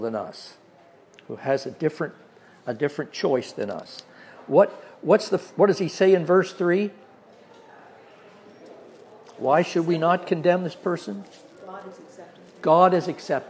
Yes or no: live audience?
yes